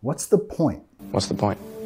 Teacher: Nota acá que estamos bajando de entonación al final.